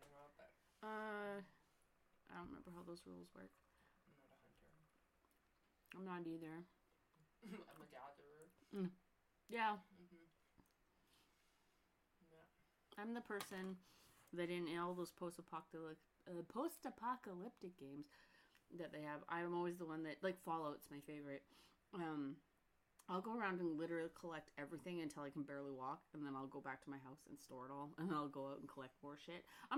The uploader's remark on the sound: The audio was not the greatest on this episode. Moved into the new podcast studio, so its a work in progress.